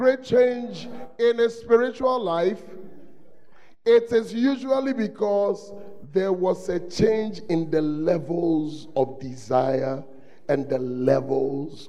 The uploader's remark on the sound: The Proton Convention Day 3 at The Fountain of Life Cathedral, Ayeduase - Kumasi